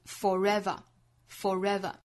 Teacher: 也就是 for 和 ever 中间会连在一起读了